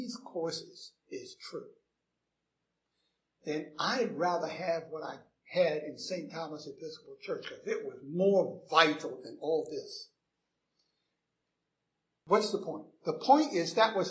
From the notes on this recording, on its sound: Recorded 7/24/2011 at Christ Church Anglican